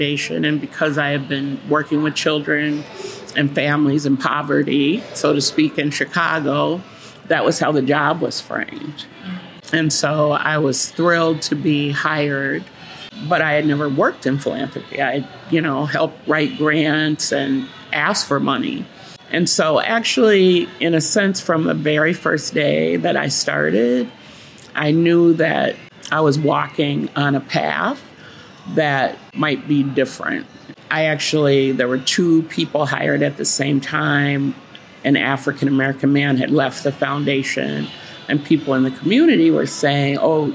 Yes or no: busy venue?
yes